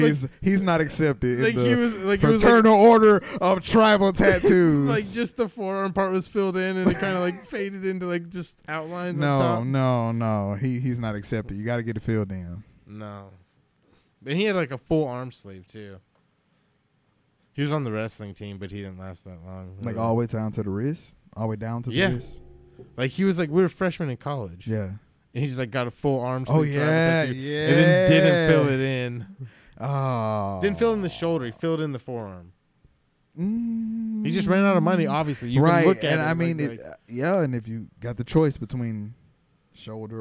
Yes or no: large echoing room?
no